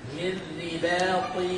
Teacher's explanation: الحرص على ترقيق الراء والباء وتفخيم الطاء